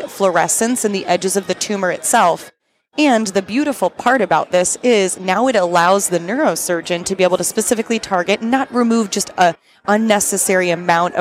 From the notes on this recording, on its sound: We recorded this episode in Boston live on the tradeshow floor at Yankee Dental Congress